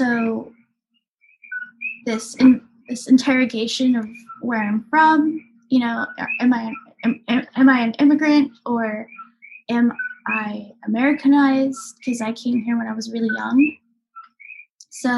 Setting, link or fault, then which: fault, sounds in the background